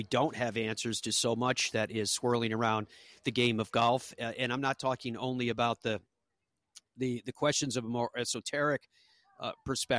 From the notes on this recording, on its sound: Broadcasts live from TPC River Highlands at the Travelers Championship.